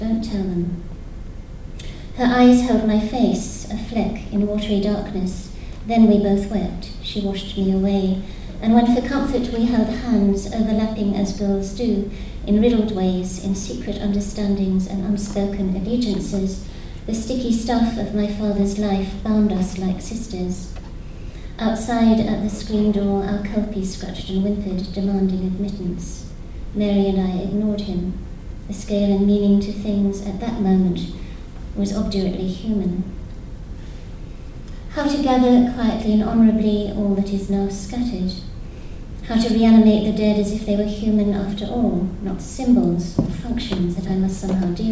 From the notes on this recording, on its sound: Provocation at Worlds Literature Festival 2011. By National Centre for Writing.